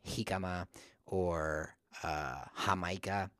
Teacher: it's like a harder H, kind of like you're kind of like trying to hawk something up out of the back of your throat.